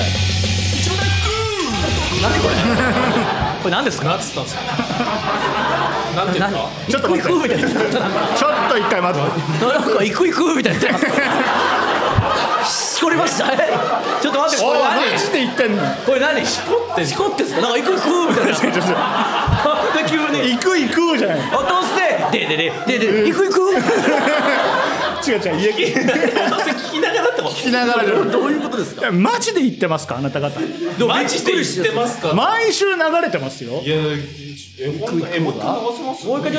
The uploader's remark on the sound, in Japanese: 八丁堀まで来て！人集めて！第二回公開収録 昼の部。公開収録です。